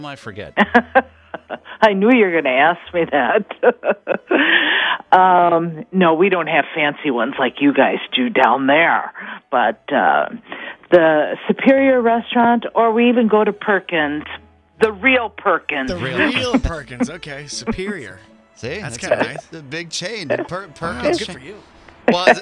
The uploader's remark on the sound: His dad jumps on the line to relive some romantic moments live on the air!